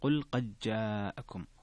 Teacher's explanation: هنا قد جاءكم فيها الإدغام الصغير لأبي عمرو وهشام وحمزة والكسائي وخلف